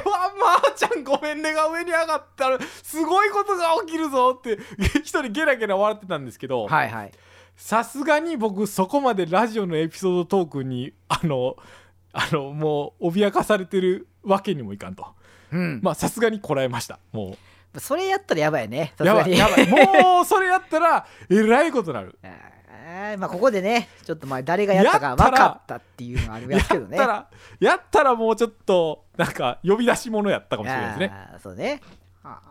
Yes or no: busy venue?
no